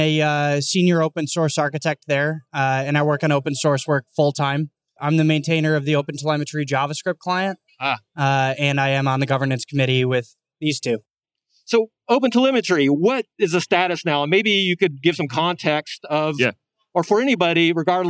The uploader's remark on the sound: Recorded on the show floor of KubeCon + CloudNativeCon Europe 2022 in Valencia, Spain.